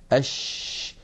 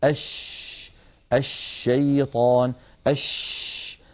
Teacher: أما الصفات التي لا ضد لها فقد اتصفت الشين بواحدة منها، وهي صفة التفشي، صفة التفشي، وكنا قد شرحناها في درس خاص. ونقول التفشي هو انتشار صوت الشين من مخرجه، يعني من وسط اللسان، حتى يصطدم الصوت الخارج بالصفحة الداخلية للأسنان العليا. أش لما نقول أش يبدأ صوت الشين من مخرجه، يعني من وسط اللسان، ثم يتابع الصوت خروجه فيصطدم بالصفحة الداخلية للأسنان العليا، فينشأ عن هذا العمل كله انتشار لصوت الشين في أرجاء الفم ويتابع خروجه خارج الفم.